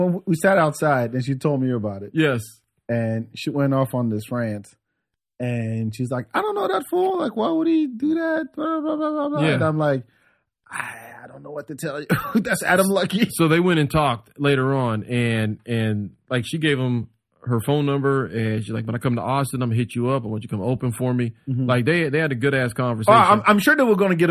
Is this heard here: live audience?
no